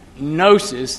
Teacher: Gnosticism is from the Greek word gnosis, the G is silent